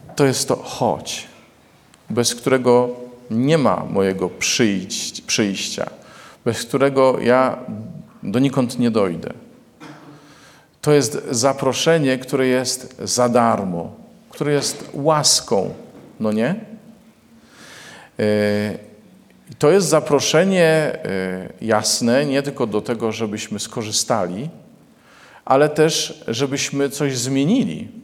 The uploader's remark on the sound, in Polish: Posłuchajcie Liturgii Słowa z Błotnicy, nagranej w Niedzielę Chrztu Pańskiego!